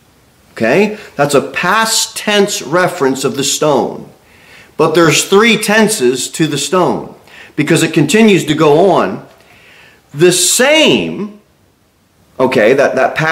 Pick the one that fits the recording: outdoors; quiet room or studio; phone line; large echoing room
large echoing room